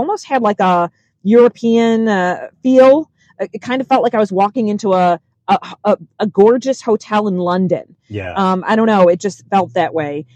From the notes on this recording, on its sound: We hopped in our car and recorded this right after our tour, so it was fresh on our mind.